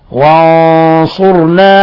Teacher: ولاحظوا تفخيم الغنة بسبب الصاد